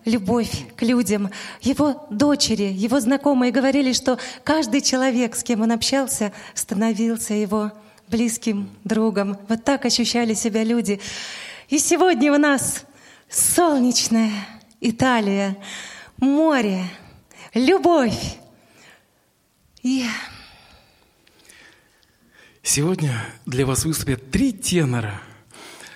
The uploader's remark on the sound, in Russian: Концертный зал Радио ВОС представляет. Концерт «Созвездие тенеров» прошел в рамках проекта «Таланты России». Вашему вниманию предлагается полная запись концерта.